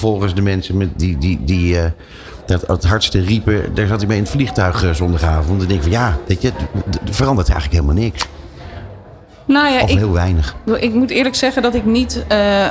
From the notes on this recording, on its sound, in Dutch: De uitzendingen vinden plaats vanuit de Embassy of Dutch Creativity, de handelsmissie van de Nederlandse creatieve industrie tijdens het 70ste Cannes Lions International Festival of Creativity.